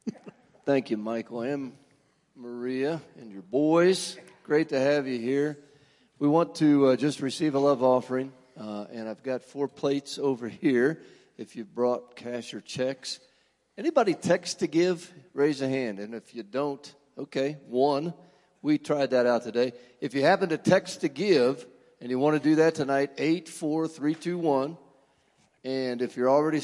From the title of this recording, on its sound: Woodland Life Church Live